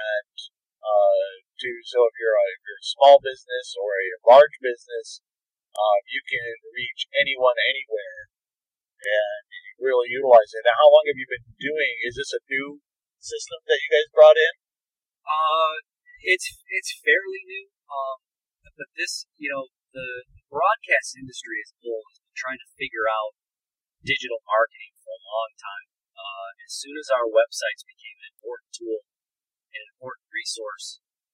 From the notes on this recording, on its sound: I do apologize for the audio quality. This was recorded pre-Covid in an automobile.